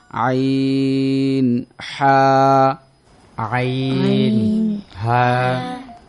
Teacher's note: দুই নম্বর মাখরাজ হলো কণ্ঠনালীর মধ্য থেকে